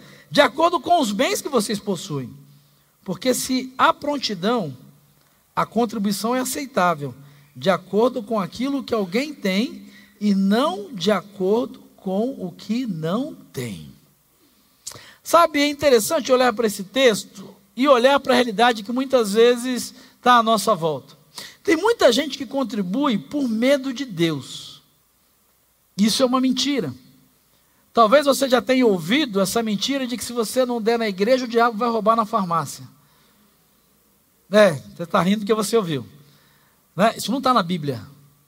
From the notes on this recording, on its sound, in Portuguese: Celebração ao vivo